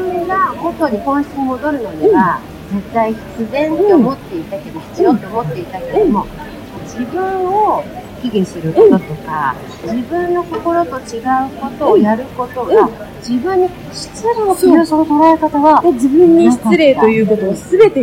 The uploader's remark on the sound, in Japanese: 今回は、シェラトン都ホテル東京のラウンジで収録しました。残念ながら音質が悪く聴き取りにくいとは思いますが。